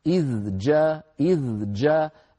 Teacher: الذال من طرف اللسان مع أطراف الثنايا العليا، إذ والجيم من وسط اللسان مع ما يحاذيه من غار الحنك الأعلى، جاء وصوتها شديد يعني محبوس، إذ جاء إذ جاء، فبحاجة إلى مزيد بيان.